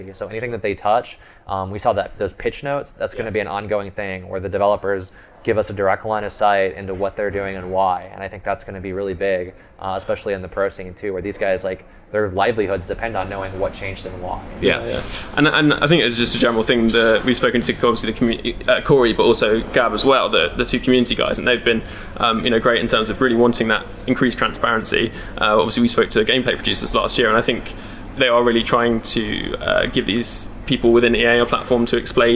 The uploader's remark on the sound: Live from the eWorld Cup finals.